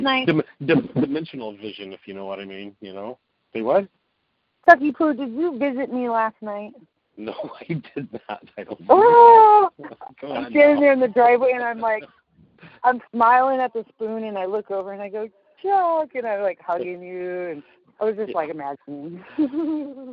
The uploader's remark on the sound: Walking Home From Marlene's Health Food Store